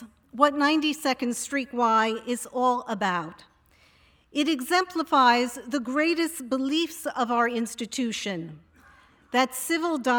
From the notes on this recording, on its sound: This event took place in New York as part of 92nd St Y’s ‘7 Days of Genius’ festival